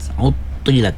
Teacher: huruf ta-nya kena jelas tebal, walaupun baris bawah kena tebal ya, dia di antara huruf yang huruf tafkhim ya, mesti dibaca tebal.